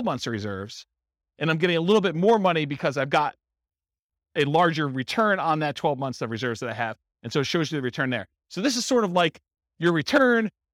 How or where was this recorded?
live audience